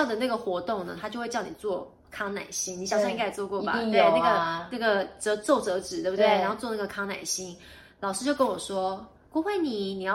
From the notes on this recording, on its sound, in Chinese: 本集不是在錄音室錄製，有點空間感。